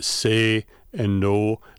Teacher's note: Wisconsinites and Minnesotans will tend to say say and no. They're much more stable. They're much more monophthongal.